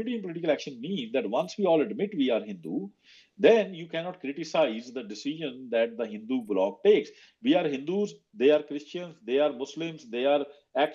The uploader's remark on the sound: recording of a twitter space